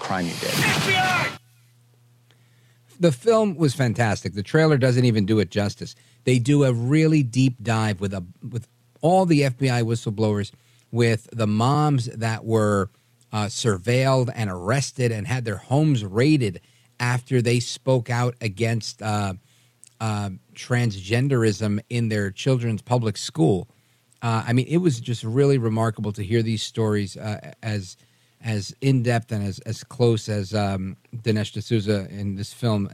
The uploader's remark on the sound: We take your calls in open phones across America.